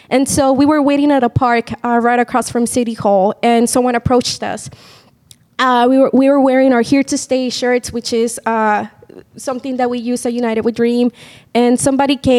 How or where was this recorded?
live audience